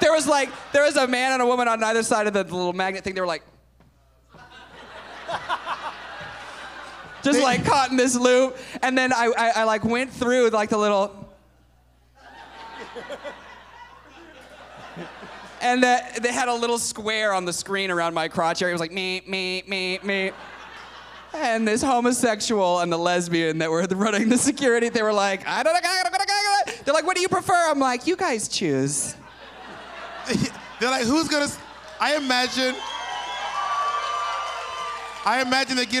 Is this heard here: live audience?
yes